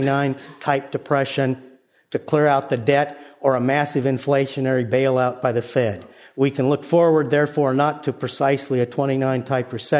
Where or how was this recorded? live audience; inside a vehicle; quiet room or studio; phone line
live audience